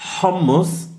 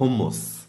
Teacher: der Unterschied ist, dass das H hauchiger sein muss · Shown in: first take · Es ist so fast wie, wenn du sagst lächeln, also nicht ganz, aber das H hat so mehr Volumen.